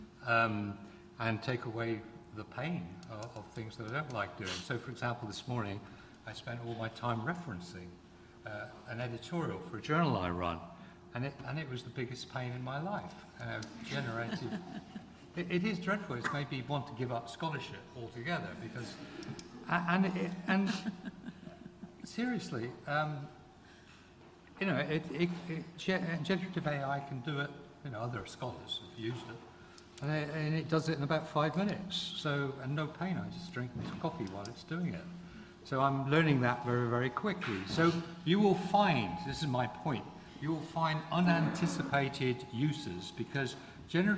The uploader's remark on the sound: In this public event